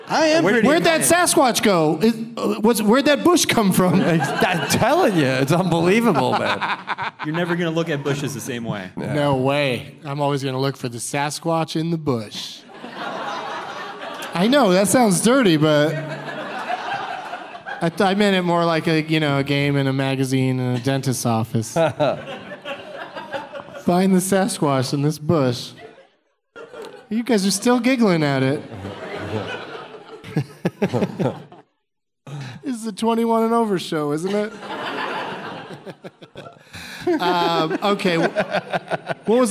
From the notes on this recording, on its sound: Live from the Improv in Tempe